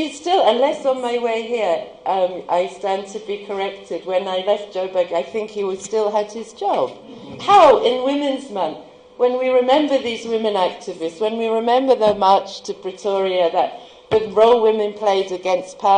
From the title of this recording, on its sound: speaks at Phyllis Naidoo Memorial lecture in Durban